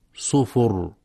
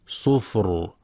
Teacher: والصواب سكونها صفر مع مراعاة تفخيم الراء · Shown in: second take